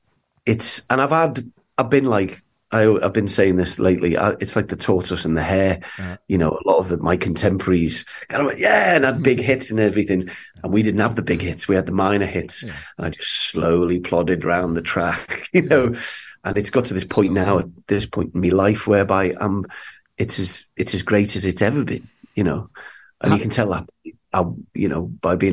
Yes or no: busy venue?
no